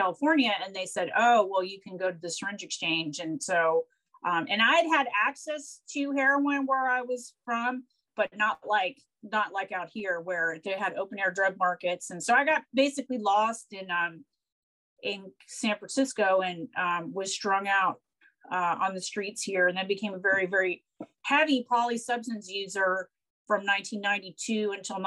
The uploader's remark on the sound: Recorded 12.22.2021 from Raleigh, NC & San Francisco, CA on Zoom